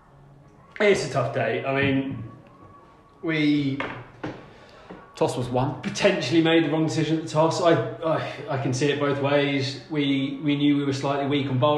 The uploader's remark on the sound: It's another post-match changing room special, another in-person record